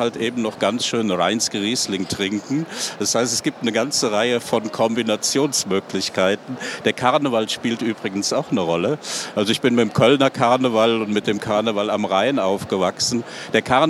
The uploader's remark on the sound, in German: Live auf der ITB 2023 fanden die Sport- und Kultur-Talks statt